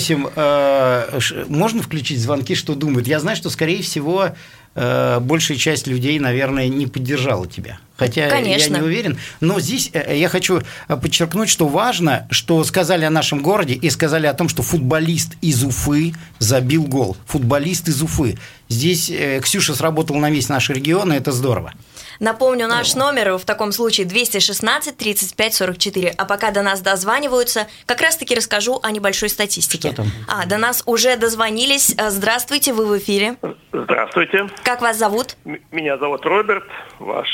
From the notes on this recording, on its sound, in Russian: По телефону